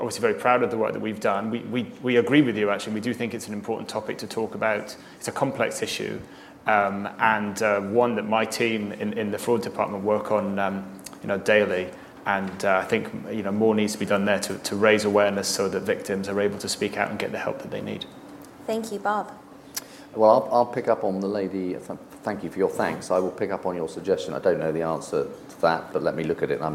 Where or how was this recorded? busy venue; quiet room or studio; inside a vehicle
busy venue